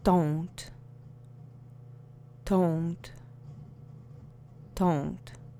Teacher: although it's got a D at the ending of it, when it's sped up in speech, it really sounds like a softer T sound